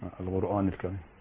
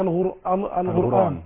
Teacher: في إخواننا في السودان ينطقون القاف غين. غين.